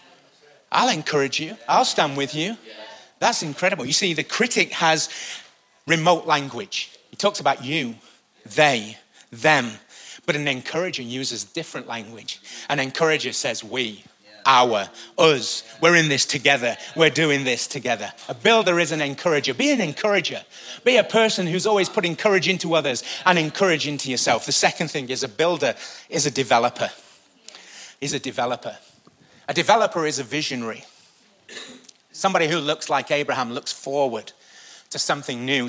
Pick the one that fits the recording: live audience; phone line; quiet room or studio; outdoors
live audience